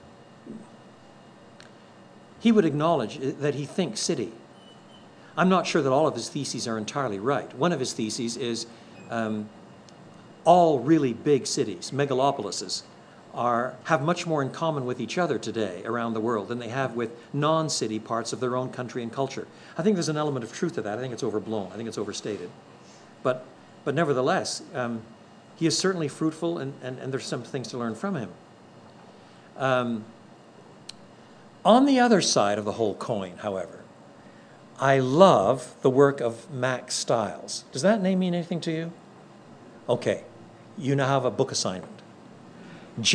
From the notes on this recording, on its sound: contains the questions prospective church planters and their supporters posed